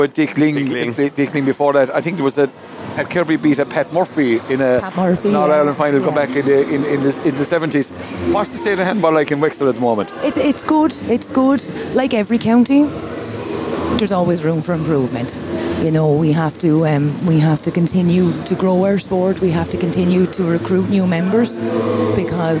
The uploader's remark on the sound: Broadcast a three hour show Live from the 60 by 30 alley at Tuamgraney handball club on the final day of the 2023 GAA Handball Irish 4 Wall Nationals that were held in Alleys all over County Clare at the weekend.